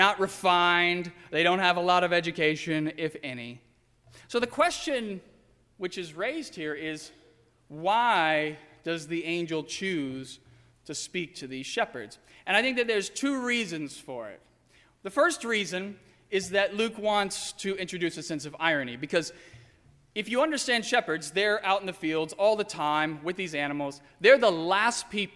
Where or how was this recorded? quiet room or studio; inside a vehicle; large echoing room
large echoing room